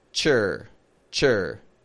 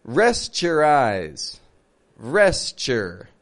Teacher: We reduce the OU in the middle to be just a schwa sound